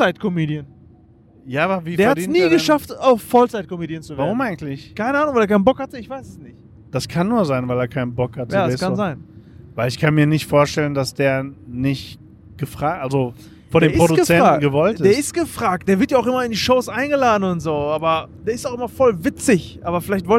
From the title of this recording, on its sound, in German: Aufnahme auf der Autobahn